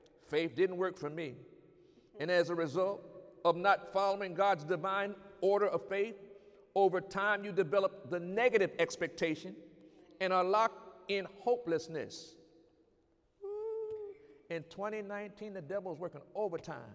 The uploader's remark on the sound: During Sunday morning service on November 17, 2019